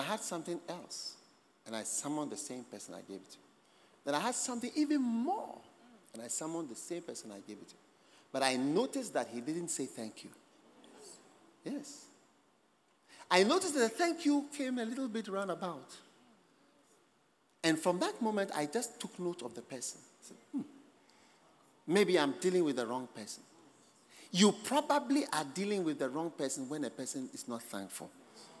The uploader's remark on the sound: Preached at the Thanksgiving Service, Accra.